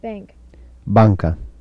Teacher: Assimilation of alveolar nasal to velar nasal before velar